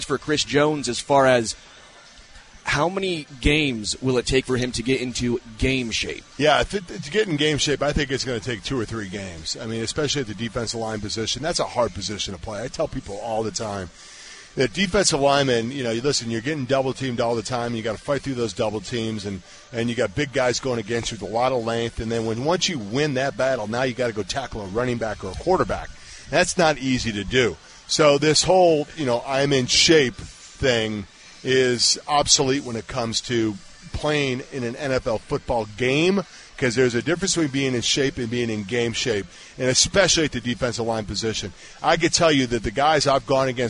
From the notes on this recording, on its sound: Live from Hollywood Casino!